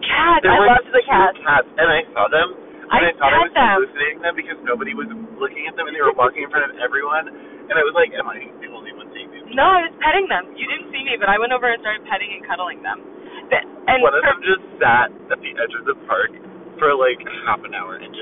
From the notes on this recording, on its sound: we know the audio quality is especially bad in this episode.